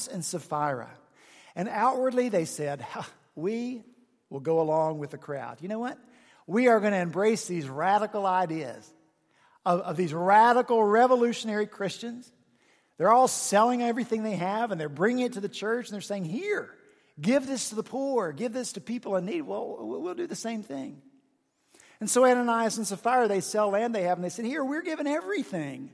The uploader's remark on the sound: at Redeemer Presbyterian Church in Charleston, SC